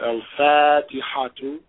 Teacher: L followed by a fa, which is a moon letter, means that L is fully pronounced.